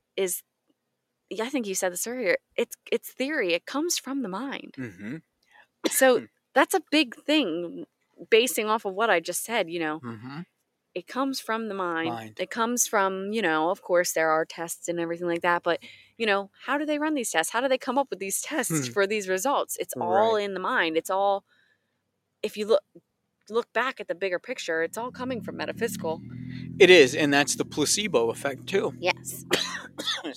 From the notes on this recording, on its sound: We recorded this episode poolside in our backyard under the stars, so you can also enjoy the sounds of nature and our relaxed vibe.